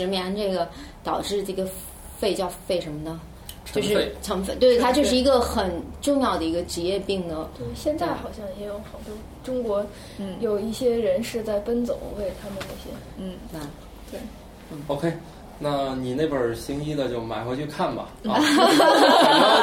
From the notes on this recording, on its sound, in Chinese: 本期节目为在张大妈办公区用录音笔录制，可能有街道上的杂音，请见谅。